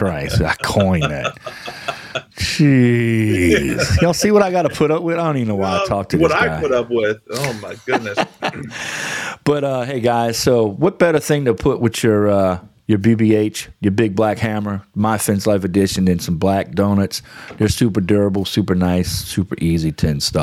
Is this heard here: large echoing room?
no